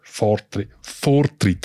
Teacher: dann ist es ein R, wo sehr weit hinein bildet wird. Also artikulatorisch, das ist so sogenannte Zäpfli-R.